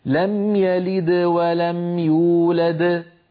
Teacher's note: يعني لما أقول أنا لم يلد ولم يولد، هنا دالان، دال يلد ودال يولد، اسمعوني، لم يلد ولم يولد، فالدال الأولى بعدها حروف فقلقلتها صغرى ولو كانت هي الحرف الأخير في الكلمة، يولد موقوف عليها إذن قلقلتها كبرى